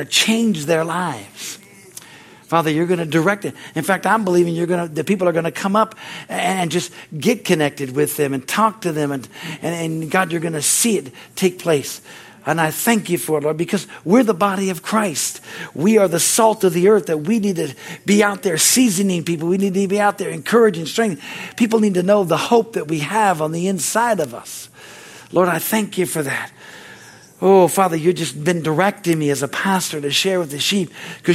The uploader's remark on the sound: from the Wednesday service on August 9, 2023 at Harvest Bible Church in Stockton, CA